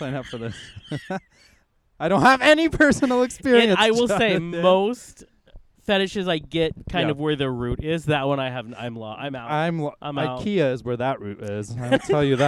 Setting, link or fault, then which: setting, outdoors